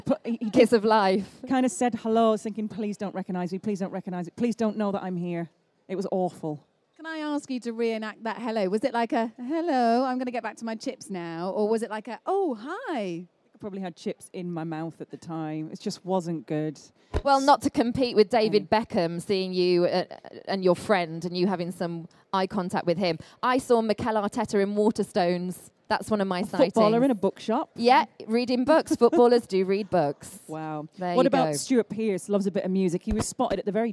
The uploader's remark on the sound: It's another Offside Rule first as we recorded the podcast LIVE from Soccerex!